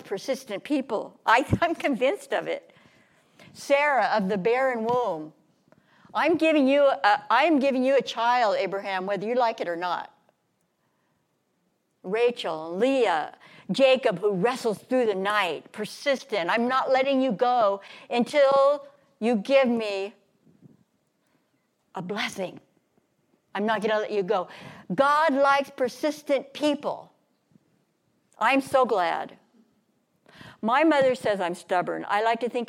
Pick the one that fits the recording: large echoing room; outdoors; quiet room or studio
large echoing room